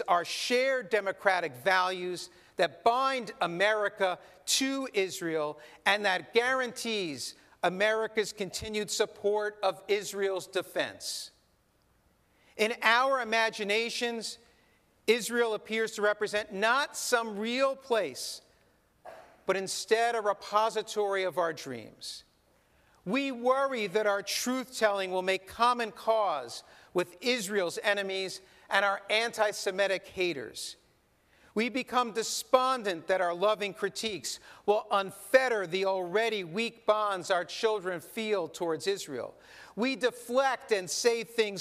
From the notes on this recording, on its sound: This sermon was recorded in our synagogue's sanctuary.